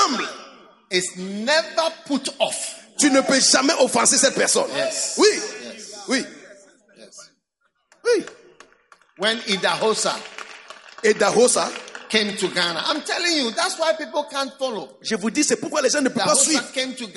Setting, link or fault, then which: setting, live audience